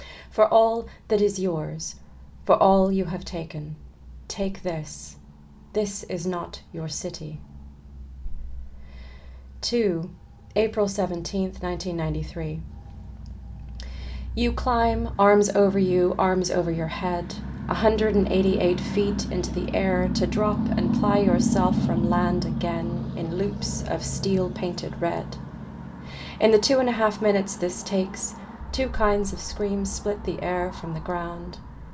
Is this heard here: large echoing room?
no